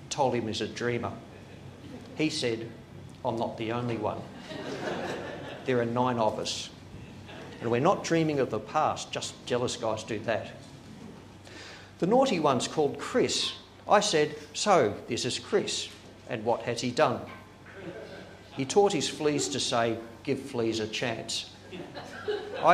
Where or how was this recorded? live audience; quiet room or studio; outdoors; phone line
live audience